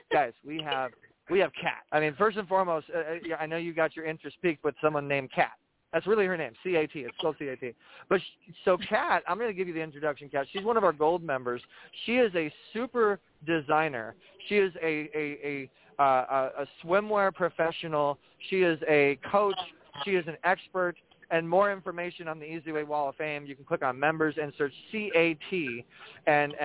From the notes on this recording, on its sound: This is a call in podcast. This podcast is broadcasted live on Blog Talk Radio and then put on IHEART Radio via the eZWay Network.